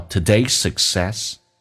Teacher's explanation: Today 后面加 S 叫 today's. Success 也是 S 开头，所以只用发一个 S 就可以了